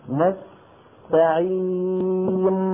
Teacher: النون الأخيرة لما سكنت صار فيها مطة دقيقة لأنها حرف بين الرخو والشديد